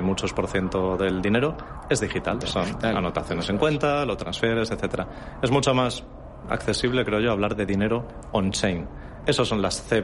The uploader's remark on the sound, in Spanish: Ha participado en el programa especial de Radio Intereconomía, en directo desde el BELOBABA Tour.